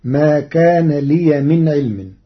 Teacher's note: قرأ ورش كلمة لي بإسكان الياء والفتح والإسكان في لغة العرب.